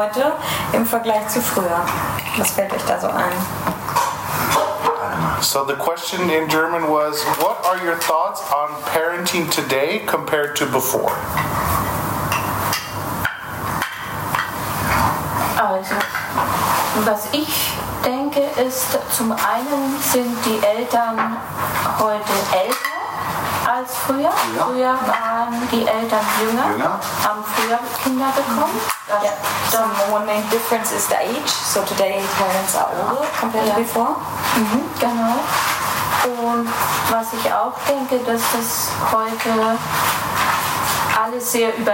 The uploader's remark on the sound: Despite the less than optimal sound quality due to the lack of proper equipment, we couldn't pass up the opportunity to capture their wisdom while they were in town. We apologize for the imperfect audio.